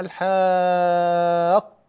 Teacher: أتى بعد الألف بعد حرف المد ساكن وهو القاف، لأن القاف مشددة والمشدد بزنة حرفين ساكن فمتحرك.